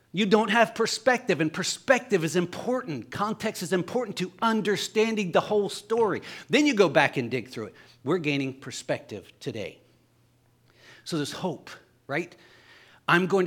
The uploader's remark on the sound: Sunday Morning Service